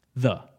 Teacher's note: A dental fricative sound is literally found in the most commonly used English word, the